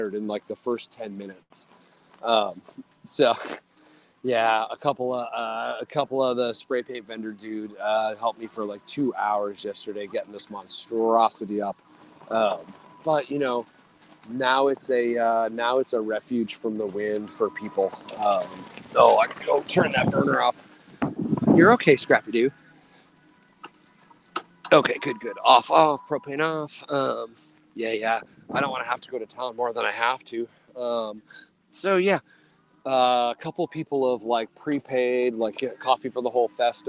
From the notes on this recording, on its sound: Live from FloteFest.